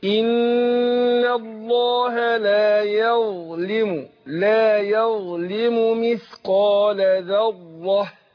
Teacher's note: هنا عندنا الظاء مفخمة واللام مرققة